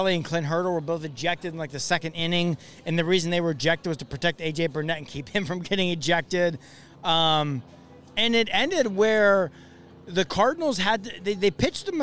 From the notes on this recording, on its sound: Rum Bunter Radio Live from the Federal Galley in Pittsburgh!